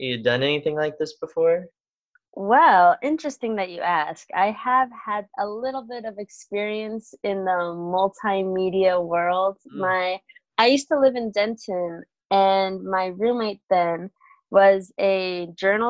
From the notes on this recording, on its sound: we did this over Zoom and my connection was not the best, plus I don't have a real microphone, so the audio may a little off